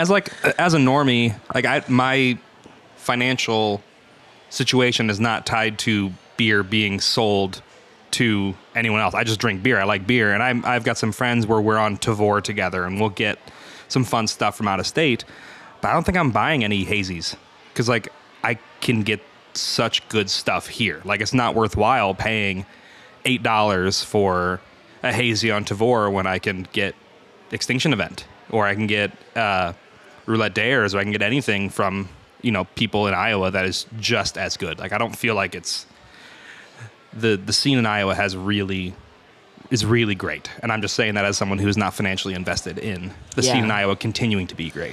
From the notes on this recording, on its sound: while at i-Best, a conference organized by the Iowa Brewers Guild and hosted this year by Toppling Goliath